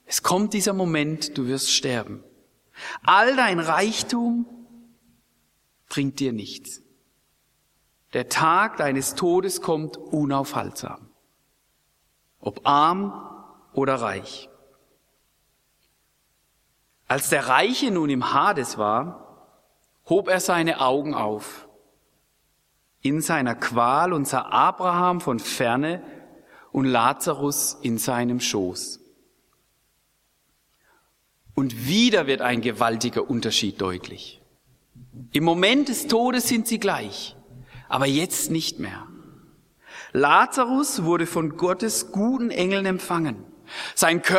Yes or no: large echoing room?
yes